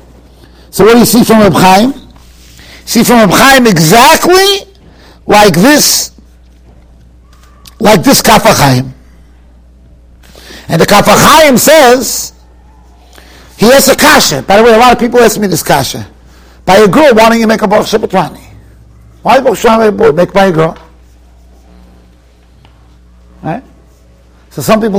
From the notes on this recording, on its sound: Shiur recorded in Yeshivas Ohr Reuven, Monsey, NY.